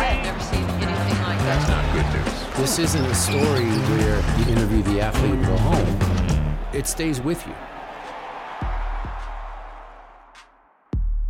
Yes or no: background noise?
no